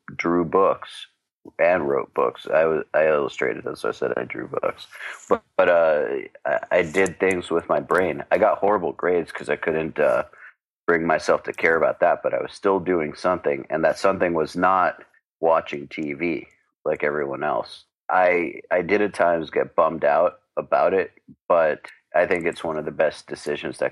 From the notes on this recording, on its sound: One afternoon I hopped on the phone with an old friend.